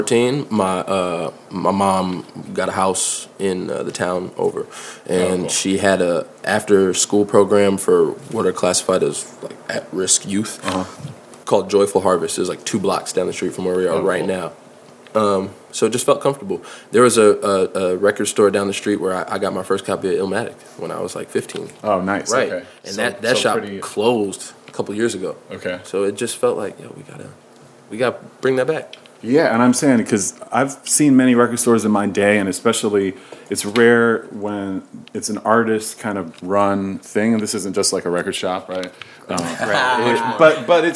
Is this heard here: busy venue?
yes